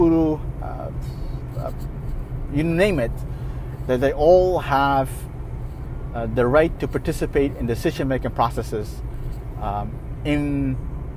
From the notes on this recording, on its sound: (Voice Memo). A voice memo I recorded while driving. I stopped the car at a gas station, switched on the voice recorder feature on my phone and started talking again.